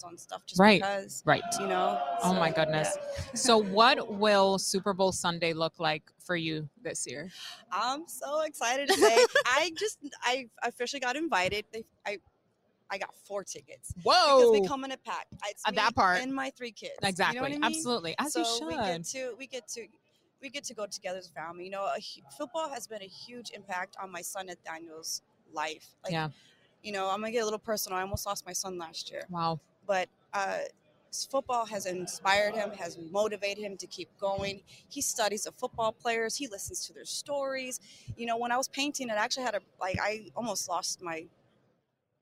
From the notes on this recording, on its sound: live from Super Bowl LVII Radio Row